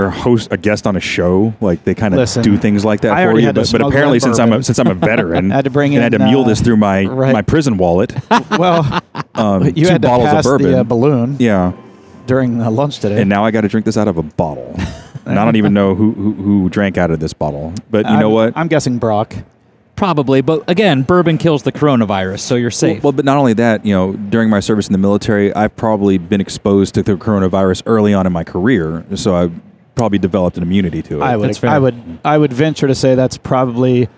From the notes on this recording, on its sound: Join us this week as we podcast from the Arnold Sports Festival in Columbus, OH.